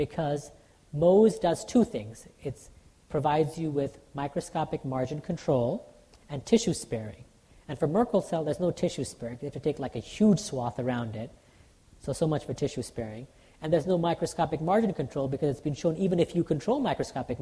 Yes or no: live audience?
yes